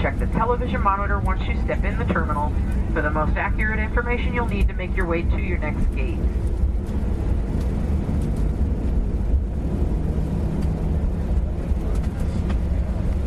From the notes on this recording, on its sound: I'll take the mystery out of flight with the actual sounds of a flight I took recently.